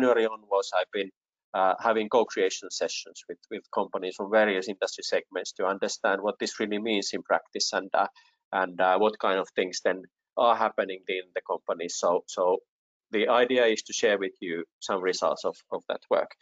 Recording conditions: video call